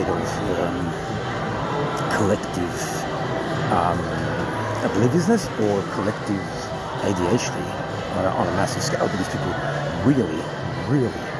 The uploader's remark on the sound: I will have a conversation with you on the phone while I am walking in the streets of Sydney, Australia.